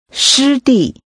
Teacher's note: 她研究湿地。湿地。地。湿。湿地 The tones are high level and falling. Say wetland or wetlands.